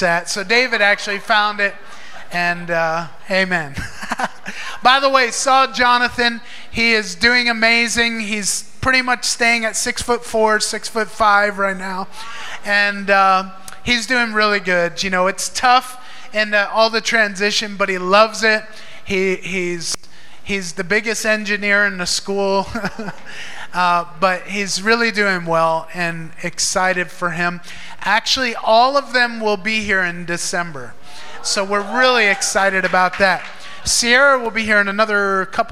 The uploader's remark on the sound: Recorded in Maranatha Family Church Davao's Sunday Service at FIRE School of Ministry Philippines in Davao City, Philippines.